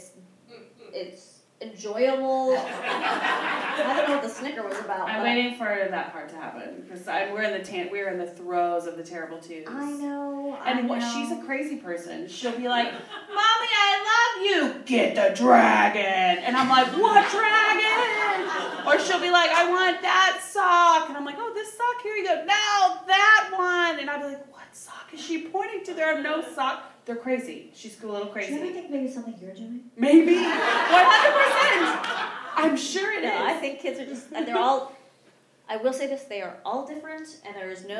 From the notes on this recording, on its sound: It's my first time doing Motherhood in Hollywood in front of a live audience and it was a hoot. We also raised money for an organization called No Kid Hungry during this show so you will hear me giving away prizes and harassing the audience.